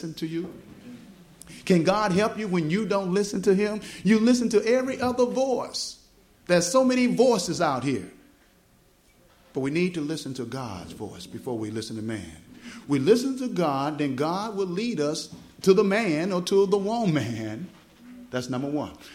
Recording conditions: live audience